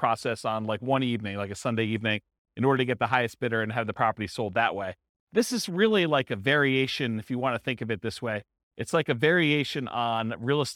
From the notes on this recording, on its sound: This was a live class recorded